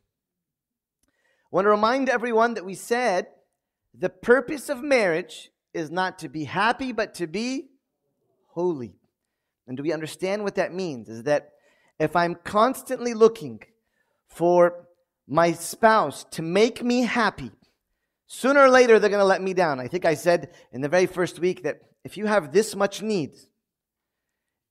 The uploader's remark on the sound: Hosting a Q&A session with the congregation in relation to marriage.